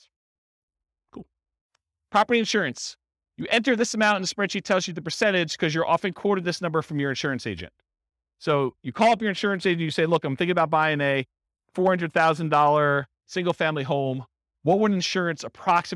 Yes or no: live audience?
yes